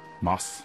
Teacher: Mit kurzem, klarem, dunklem A